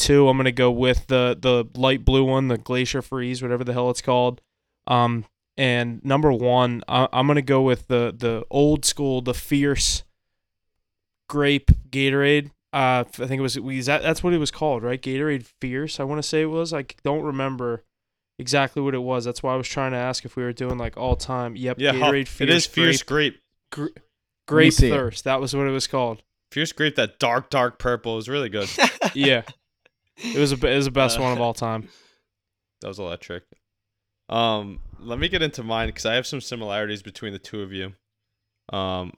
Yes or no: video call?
no